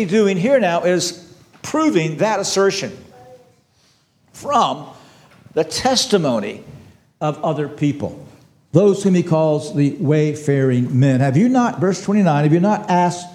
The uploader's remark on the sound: This sermon was preached on April 16, 2023 at Antioch Presbyterian Church. At Antioch Presbyterian Church, a mission work of Calvary Presbytery of the Presbyterian Church in America located in Woodruff, South Carolina.